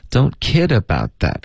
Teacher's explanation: Kid 才是主要的重音